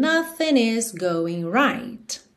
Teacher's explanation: Você também pode juntar nothing com is pelo N.